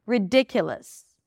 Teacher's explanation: you pronounce the L sound, the consonant, and then you shift immediately to the S.